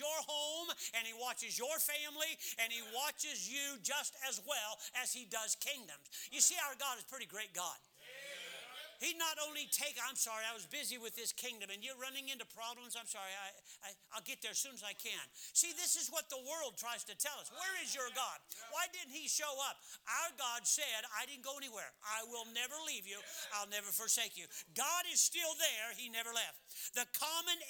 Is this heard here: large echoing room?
yes